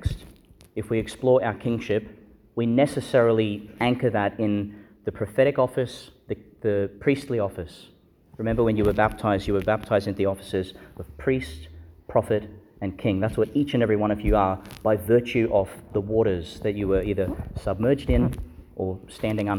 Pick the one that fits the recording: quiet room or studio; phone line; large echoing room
large echoing room